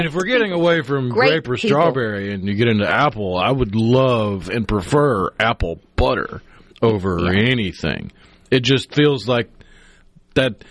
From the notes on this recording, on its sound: joins the conversation by phone